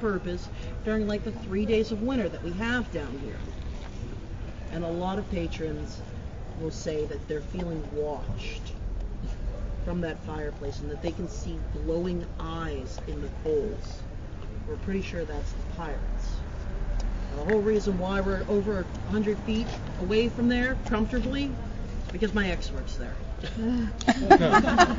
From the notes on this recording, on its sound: During my time in NOLA I manage to record the story while on the tour.